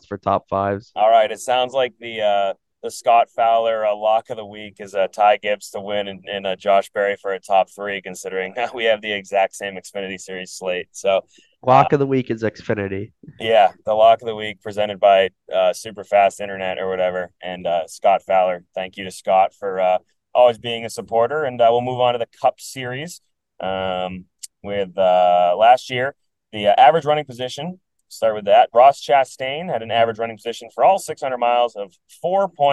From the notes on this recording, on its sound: Live from a moving vehicle